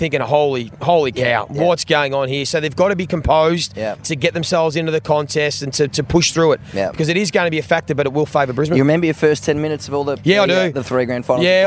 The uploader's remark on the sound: Live from the MCG on Grand Final day!